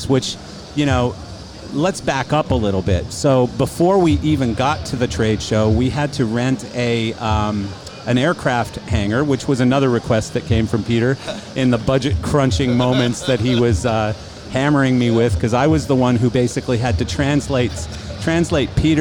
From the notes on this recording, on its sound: This episode was recorded live on Martin's booth at LDI 2019!